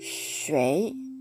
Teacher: ととても旅行中活躍してくれると思います。飲み水としてのお湯日本語で言うなら左右が一番近いと思います。海水海水二文字先ほど漢字を説明しましたが発音記号はですね第一声と第三声のコンビネーションになります。海は「KAI というふうに発音記号を綴ります。第一声、高く平たく伸ばす音。そして、水という書くこの漢字ですね。水、水、shui と書いて第三声になります。sh の発音ですので、舌を口の中で巻き上げて、その下の左右から息を漏らすようにして、シュと発音します